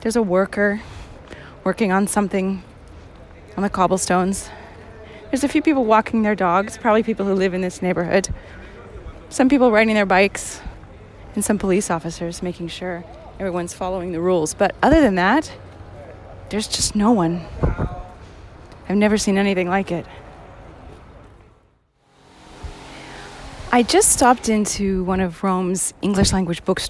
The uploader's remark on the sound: From the Spanish Steps to Piazza Venezia, from the Pantheon to Piazza Navona. Finds empty streets, chirping birds, and precious few residents out for a stroll. Walk around empty Rome, capturing the sounds she hears and describing the sights she sees, from a deserted Trevi Fountain to church bells at noon ringing for (almost) no one to hear.